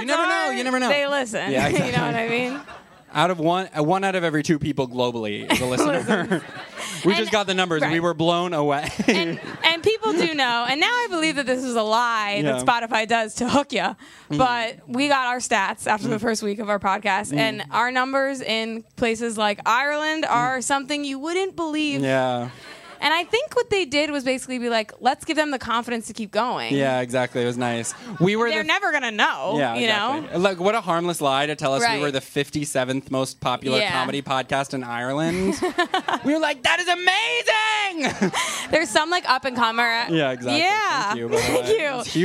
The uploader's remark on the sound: We had an amazing time at our live show as USUAL.